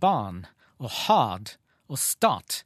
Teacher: så hører vi at der har R-en rett og slett forsvunnet